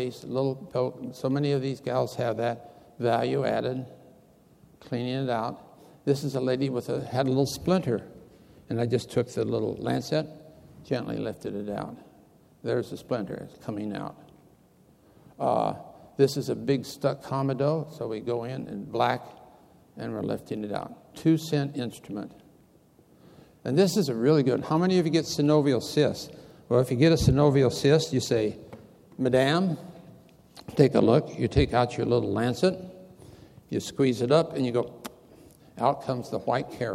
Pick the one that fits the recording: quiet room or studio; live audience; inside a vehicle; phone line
live audience